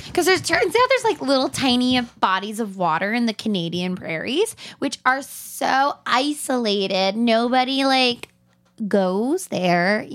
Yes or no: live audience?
no